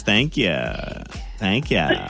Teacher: a little vocal fry thing going when she says, thank you